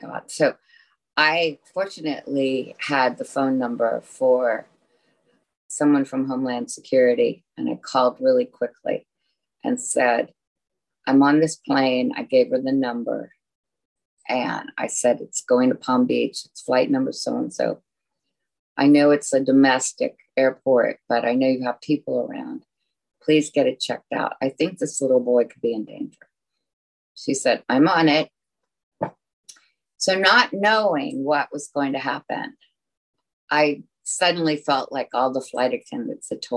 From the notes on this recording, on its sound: recorded over Zoom